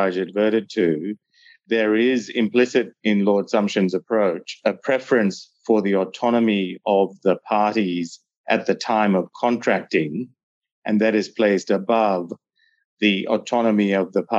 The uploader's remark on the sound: Is a recording of a virtual panel discussion hosted in November 2021.